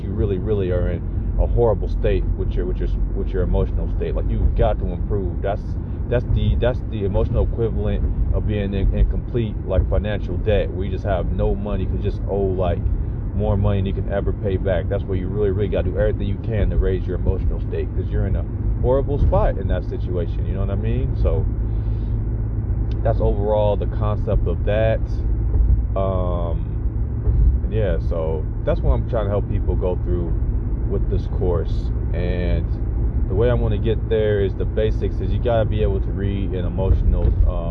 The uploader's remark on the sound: I am up in the car working on the course.